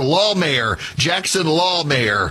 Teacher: put heavy emphasis on law in the first syllable of the last name